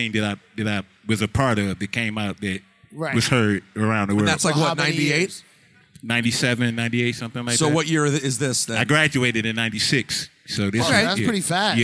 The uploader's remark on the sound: Live from Sneakercon in Detroit.